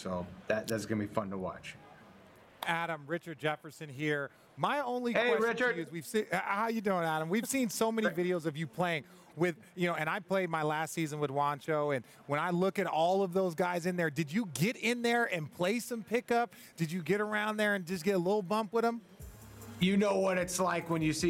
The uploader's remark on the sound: Previewing Game 1 of the NBA Finals live from the Chase Center...